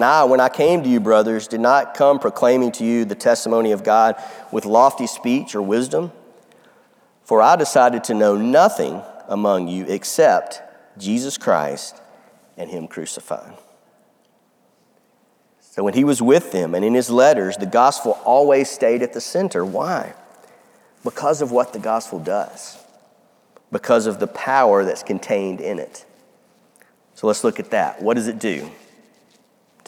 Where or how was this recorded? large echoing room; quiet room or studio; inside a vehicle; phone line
large echoing room